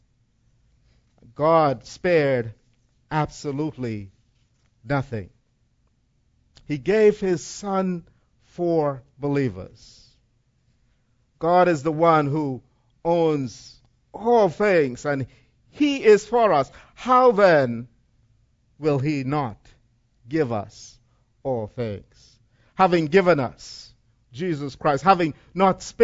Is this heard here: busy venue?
no